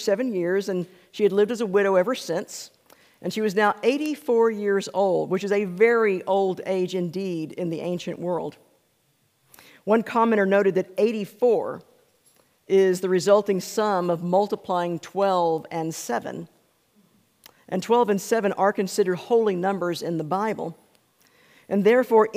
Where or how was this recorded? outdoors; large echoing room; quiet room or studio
large echoing room